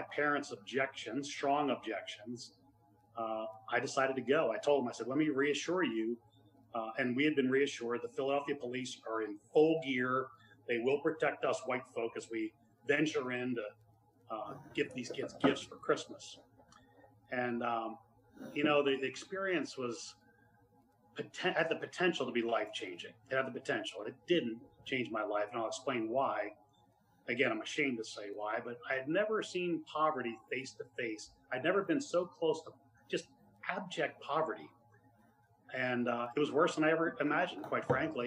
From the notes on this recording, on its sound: This is an audio from the Portland Church in Portland, OR.